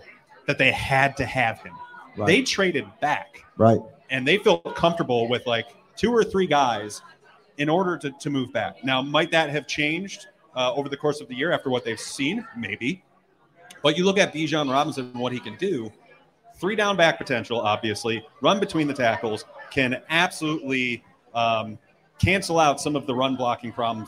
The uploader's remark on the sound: host the show on location at Wingnutz North Buffalo at 700 Military Rd.